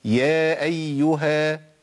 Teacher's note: ليا إن أنا أمدها حركتين زي الطبيعي بالظبط